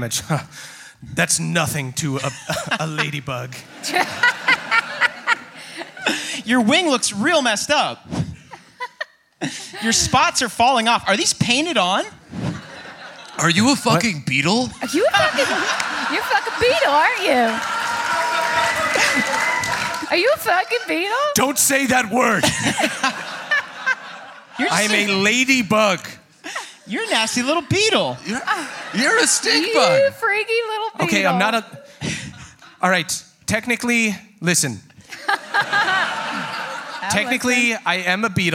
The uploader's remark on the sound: NADDPOD Live in Manchester